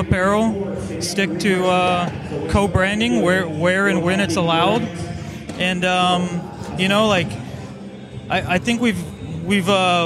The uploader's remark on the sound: Live from Sig 2!!